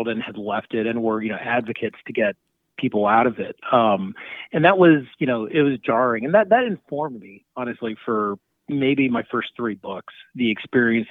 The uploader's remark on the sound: called in for a lively chat